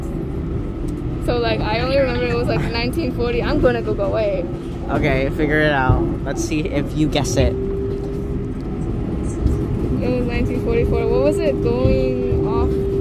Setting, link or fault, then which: setting, inside a vehicle